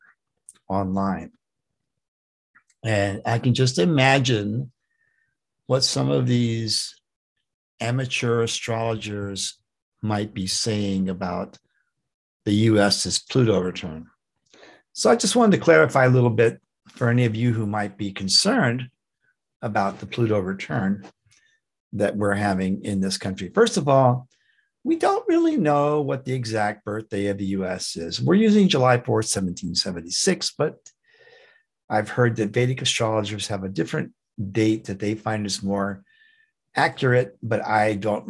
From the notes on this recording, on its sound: The shows are now all hosted on Zoom.